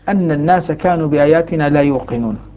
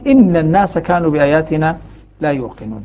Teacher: عاصم وحمزة والكسائي يقرؤون بفتح الهمزة في كلمة أن الناس · Shown in: first take · تكلمهم أن الناس كانوا بآياتنا لا يوقنون أن الناس بفتح النون